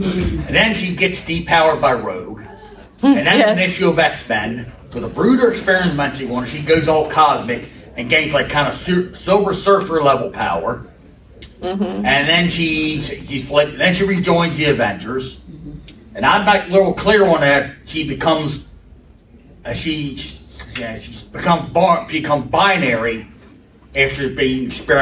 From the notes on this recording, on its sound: The Marvel Phases Panel at Farpoint Con 2023.